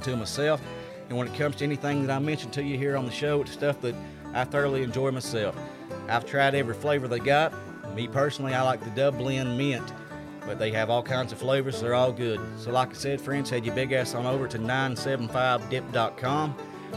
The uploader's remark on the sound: Live At The Burl – Lexington, KY